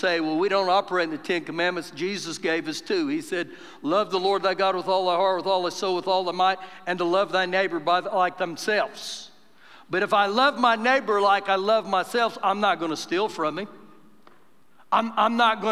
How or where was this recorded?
live audience